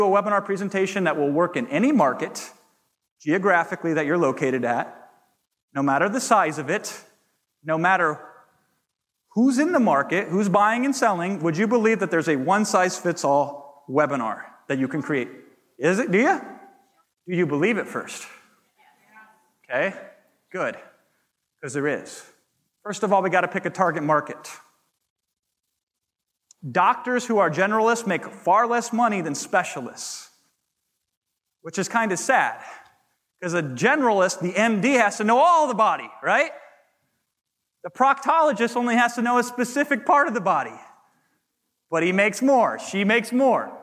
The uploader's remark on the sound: To the audience at the HyperFast Sales Summit.